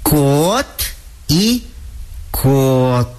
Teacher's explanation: Звонкие согласные звуки в конце слова превращаются, когда мы их произносим, в глухие. Вот звук «д» в слове «код» превратился в звук «т».